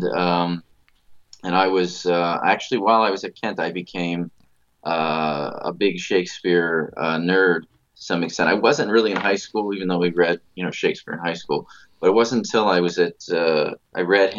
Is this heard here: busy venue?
no